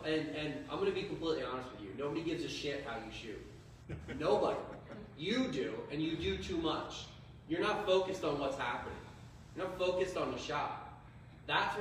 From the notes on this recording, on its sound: Target Panic Seminar - Lancaster Archery Classic. Using crowd input, discussion. Disclaimer: Audio is cell phone live feed recording. We apologize for the small inconvenience if it's not The PUSH quality.